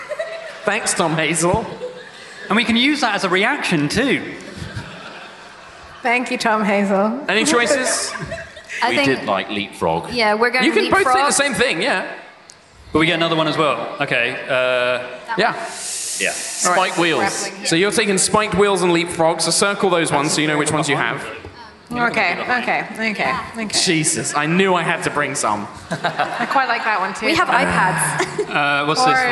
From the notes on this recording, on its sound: LIVE at MCM Comicon 2018.